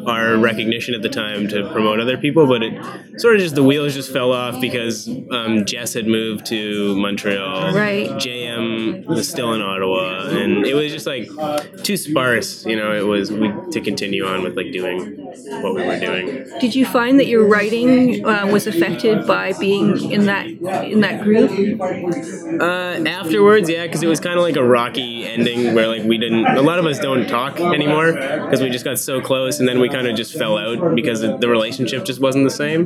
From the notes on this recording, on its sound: At the ClockTower Pub before his featured reading at the In/Words Reading Series. With pub & In/Words noise in the background.